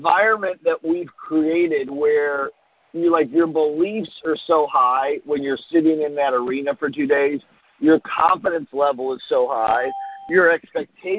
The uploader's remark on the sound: Team Freedom conference call on 8/16/19.